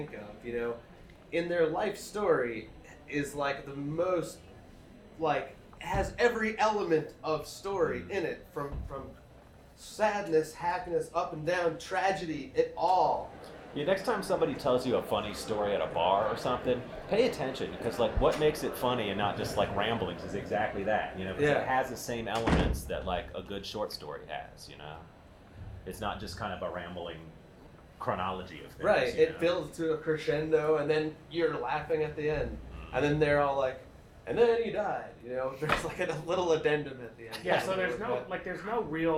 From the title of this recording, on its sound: Live from DINK